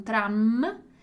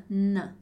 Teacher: Só que aí eu não falo a vogal. Então, a diferença do M, do som do M e do N é que o M a gente vai fechar os lábios